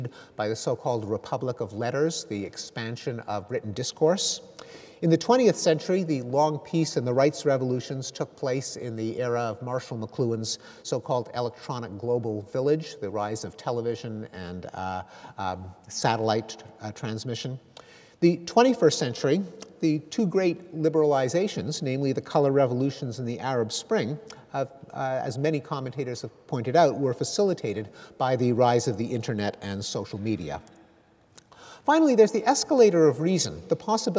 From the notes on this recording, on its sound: Recorded on Wednesday 29 May 2013 at McEwan Hall, the University of Edinburgh.